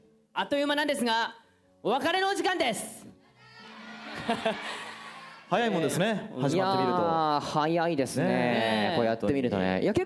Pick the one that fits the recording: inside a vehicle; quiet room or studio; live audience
live audience